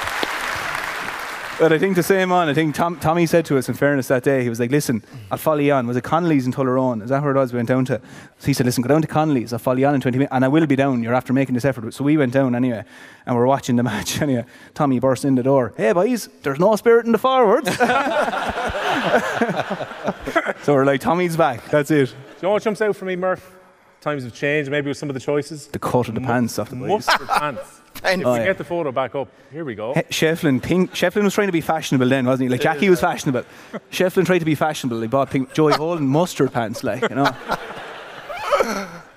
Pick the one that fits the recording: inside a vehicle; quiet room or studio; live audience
live audience